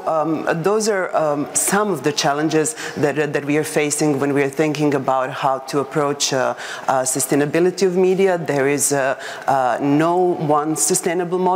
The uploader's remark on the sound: Panel at Global Defence of Media Freedom conference in London